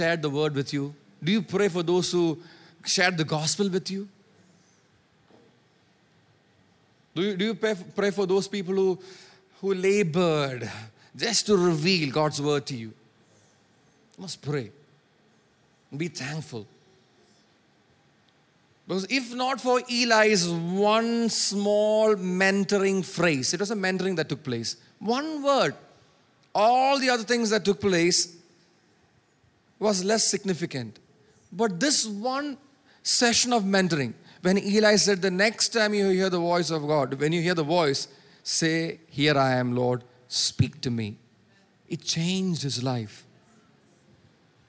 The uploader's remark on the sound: preached at Sunday Service on 11 June 2023 at Revelation Church